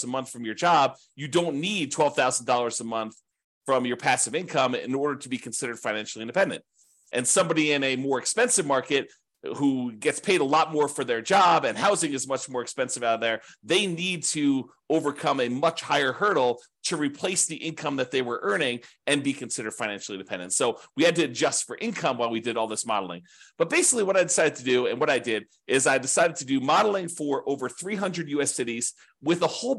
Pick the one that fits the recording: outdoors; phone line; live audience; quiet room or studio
quiet room or studio